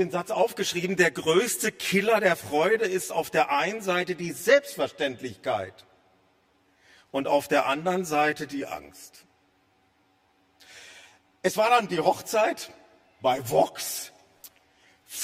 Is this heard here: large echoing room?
yes